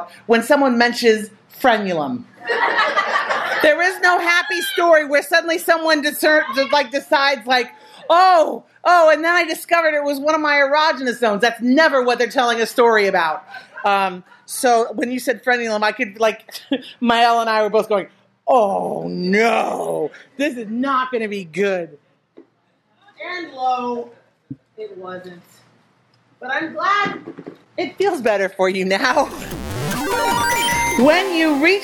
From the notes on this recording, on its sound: Recorded at the Montreal Fringe in June 2023